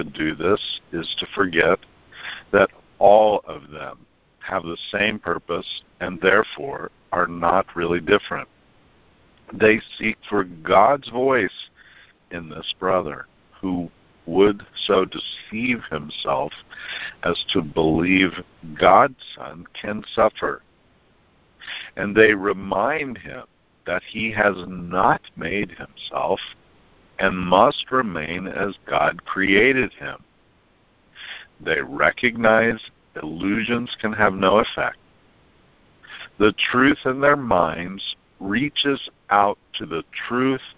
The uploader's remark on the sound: ACIM Daily TEXT Conference Call